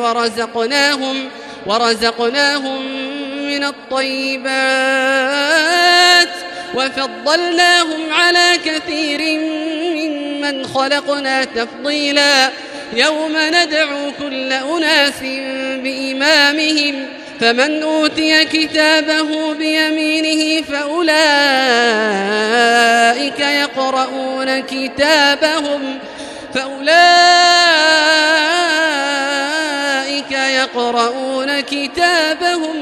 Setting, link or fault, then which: setting, large echoing room